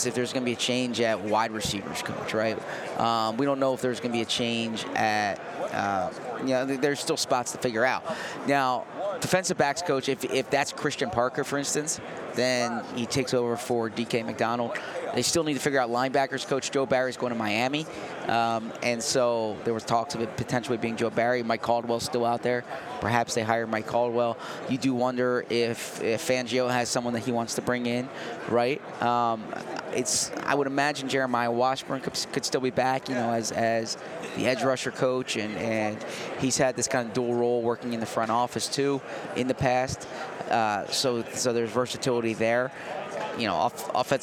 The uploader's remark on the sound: Live from radio row at the Super Bowl in Las Vegas